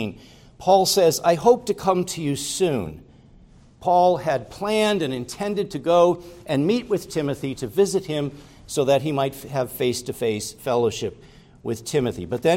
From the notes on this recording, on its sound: Preached at Grace Orthodox Presbyterian Church in Sewickley, PA, during the morning Worship Service.